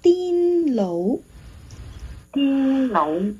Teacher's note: 要有前鼻音，如果没有前鼻音就变成了滴，就变成了滴滴答答的滴，滴音滴，对，滴楼滴楼，对，哎，你发现发癫的时候我们的舌头在结束的时候呢，整个舌面往上